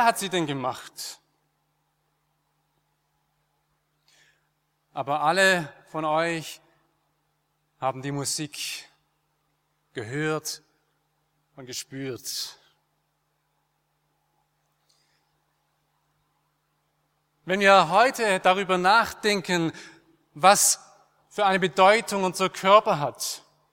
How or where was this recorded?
large echoing room